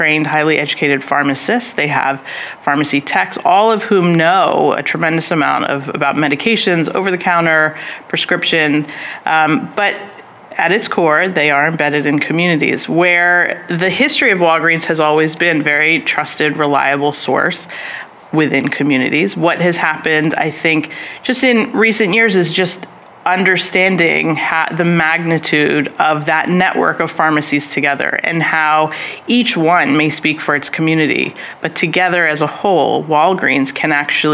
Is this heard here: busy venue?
yes